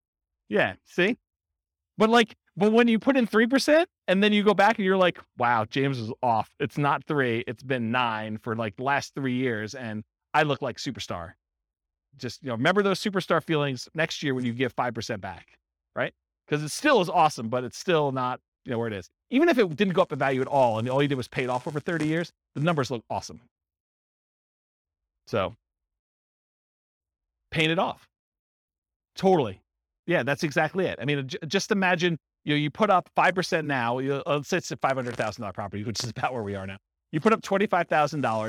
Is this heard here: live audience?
yes